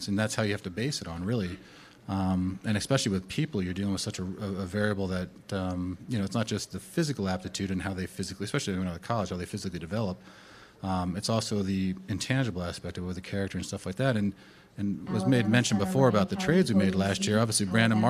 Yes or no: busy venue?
yes